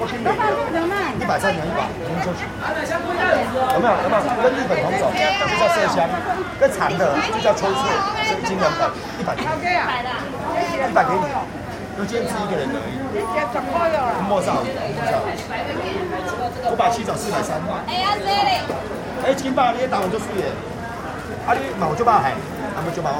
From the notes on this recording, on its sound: 福佳里：華榮市場聲音散步 Soundwalk in Huarong Market.